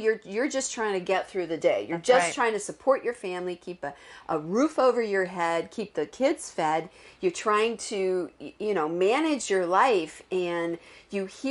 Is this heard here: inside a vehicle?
no